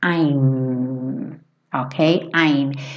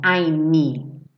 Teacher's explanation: o som termina na hora que eu encosto meus lábios · Shown in: first take